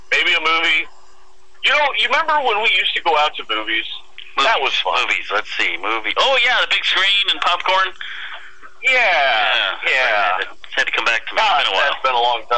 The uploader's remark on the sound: Visits via the phone.